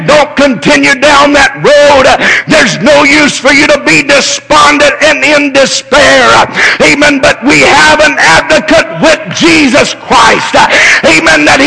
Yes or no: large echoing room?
yes